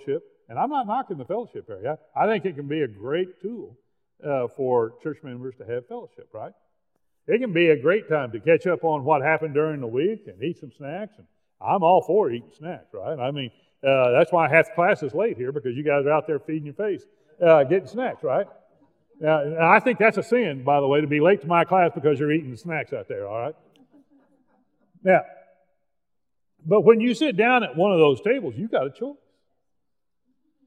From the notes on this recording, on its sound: This is a live recording of The Master’s Class Bible Study at LifeChange Church Wichita, KS.